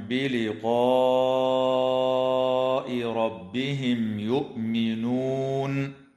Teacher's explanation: وتظهر الميم الساكنة عند الياء في قوله تعالى بلقاء ربهم يؤمنون